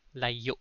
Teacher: Layo, so L-A-Y-O, layo, with a glottal catch at the end